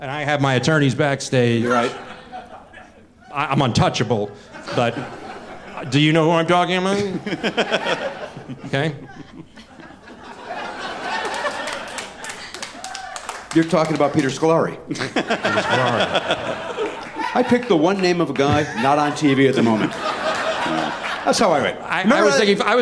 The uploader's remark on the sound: Recorded live at The Bell House in Brooklyn, New York.